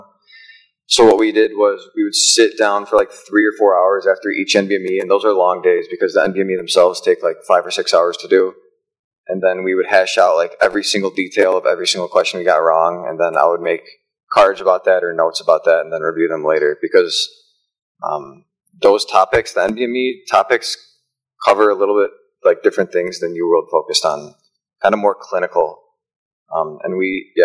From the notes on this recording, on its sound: Eight MS3 students sit down as part of a panel discussion in the auditorium.